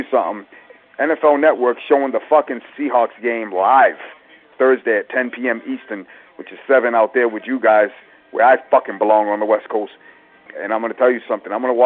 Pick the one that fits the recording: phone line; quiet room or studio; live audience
phone line